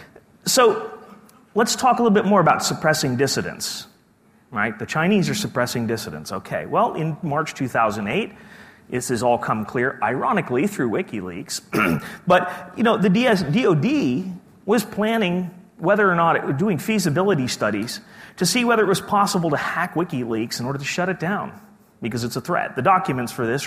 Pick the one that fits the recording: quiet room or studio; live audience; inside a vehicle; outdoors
live audience